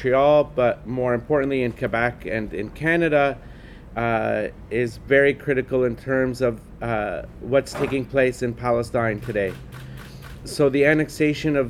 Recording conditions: busy venue